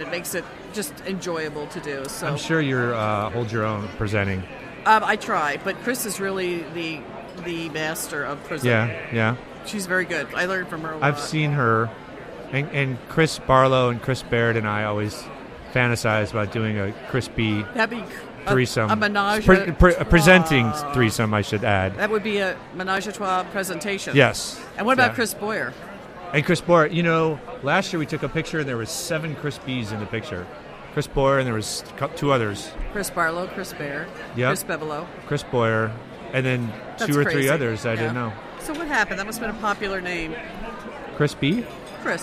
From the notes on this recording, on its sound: This special episode is part of a series recorded live at the 2014 SHSMD Conference in San Diego.